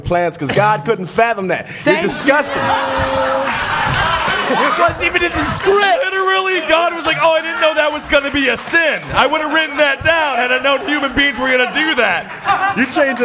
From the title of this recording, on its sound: Live at the Cave Comedy Radio Launch Party!